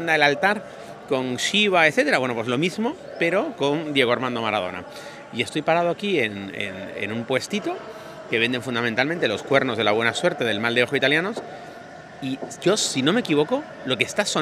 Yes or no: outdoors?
yes